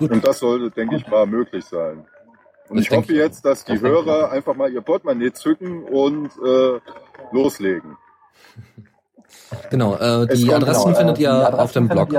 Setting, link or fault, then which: setting, outdoors